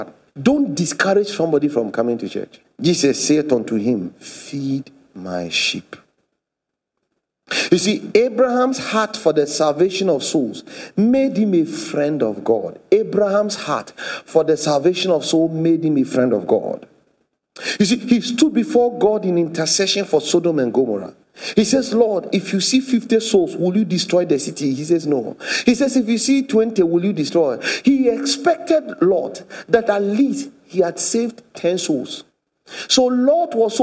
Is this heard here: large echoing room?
yes